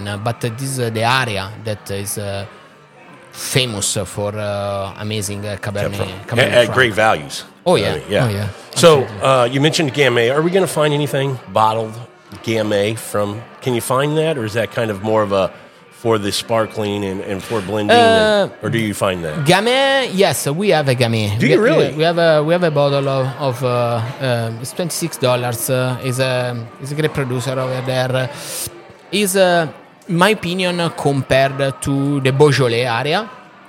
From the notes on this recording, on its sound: On this episode we are onsite at Vin Santo Wine Shop & Bar in Houston Texas.